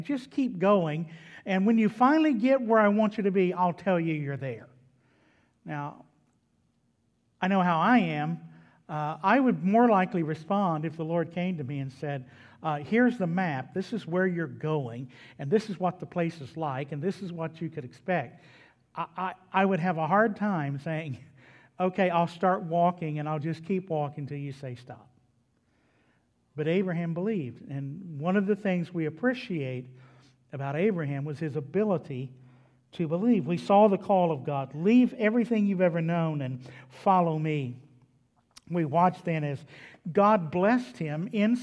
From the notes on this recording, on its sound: was delivered at Trinity Baptist Church on Wednesday evening, June 16, 2021.